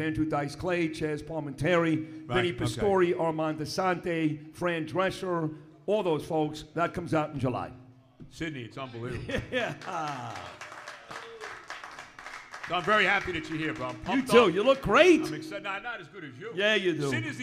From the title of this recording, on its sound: Live from Hackensack Brewing